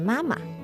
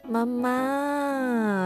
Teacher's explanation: Properly in Chinese, the pronunciation is supposed to be mama. So the second tone is actually a light tone. · Shown in: first take